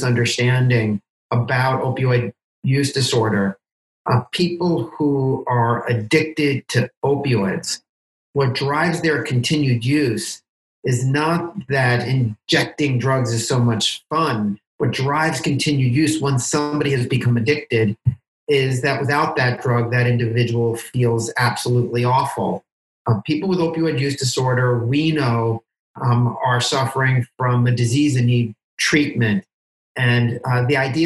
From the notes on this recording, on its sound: Meeting online for last week’s live webinar.